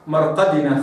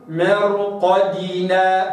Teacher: الدال مكسورة لابد أن أراعي كسرها مش أخرجها على هيئتي يعني قلقلة مائلة إلى كسر · Shown in: second take · مرقدنا خطأ هكذا مرقدنا هنا الدال خرجت كأنها مقلقلة ولا يقلقل كما تعلمون إلا إيه إلا الساكن يعني نطقت دالا ساكنة فلابد أن أراعي كسر الدال وأستكمله فأقول مرقدنا هكذا.